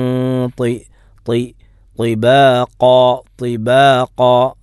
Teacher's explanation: ത്വ തഫ്ഹീം അക്ഷരമാണ്. അതിനൊരിക്കലും തലക്കീക്കായി ഉച്ചരിക്കരുത്, തഫ്ഹീമായി തന്നെ ഉച്ചരിക്കണം.